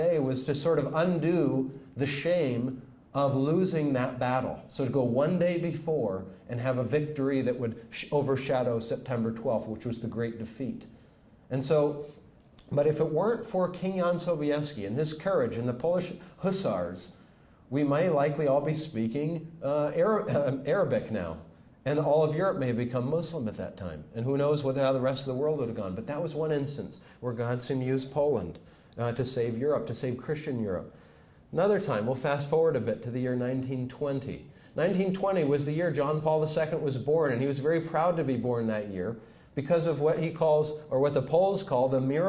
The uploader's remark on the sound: speaks to Franciscan University students